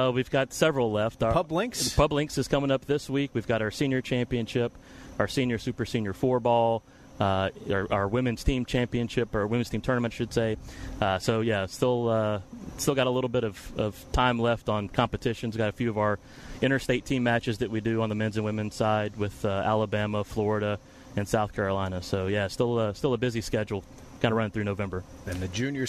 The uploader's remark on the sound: Tour Championship at East Lake. Live from East Lake for the final round of the Tour Championship.